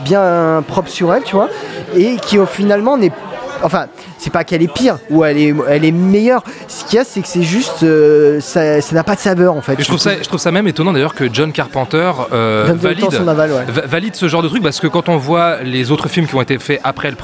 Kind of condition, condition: setting, busy venue